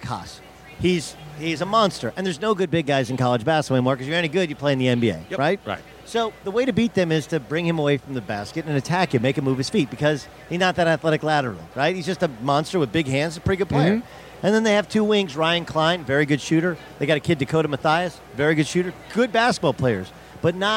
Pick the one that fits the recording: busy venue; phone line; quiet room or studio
busy venue